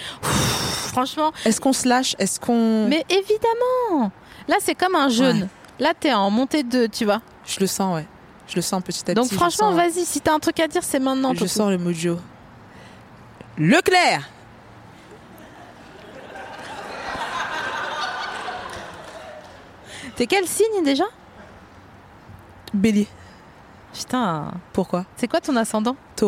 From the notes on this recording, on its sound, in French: Produit par Binge Audio. Enregistré le 27 août 2020 à la Villette.